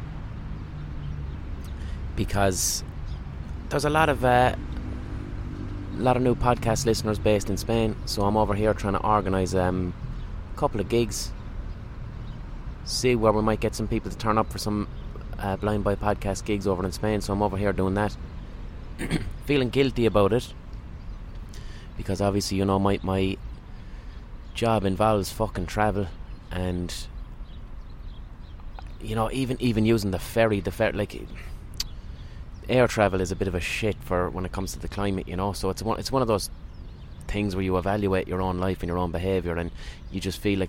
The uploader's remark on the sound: Recorded on a park bench.